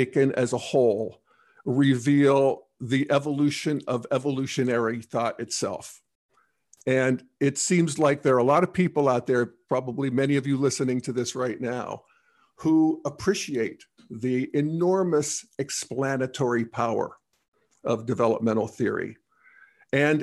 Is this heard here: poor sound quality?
no